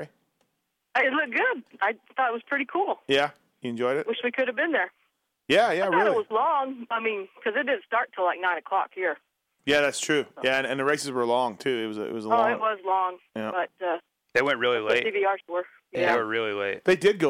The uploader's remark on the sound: Were in town for the Me Cup race. Even took some phone calls.